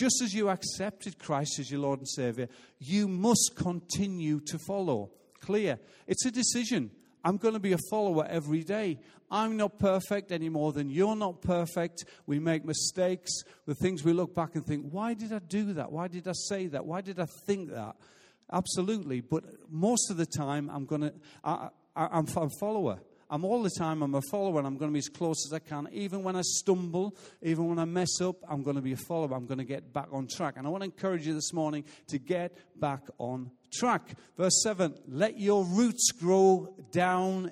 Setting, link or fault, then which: setting, large echoing room